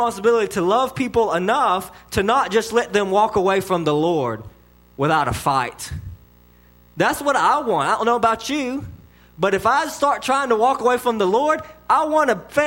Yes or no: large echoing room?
yes